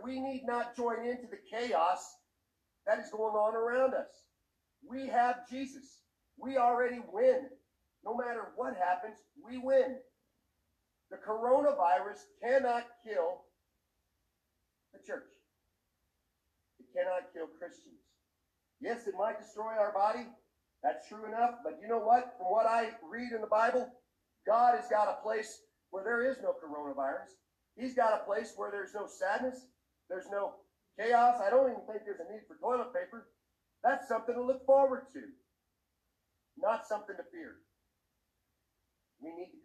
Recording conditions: poor sound quality